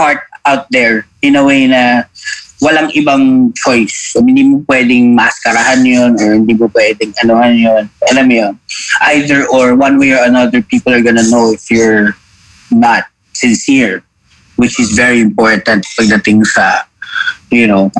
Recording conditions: video call